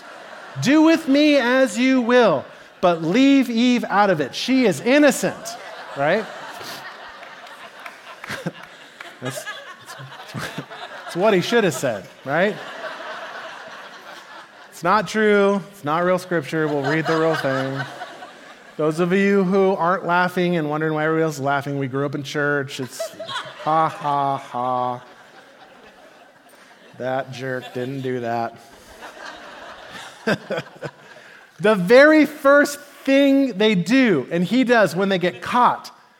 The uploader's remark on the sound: Message delivered at the Benicia Campus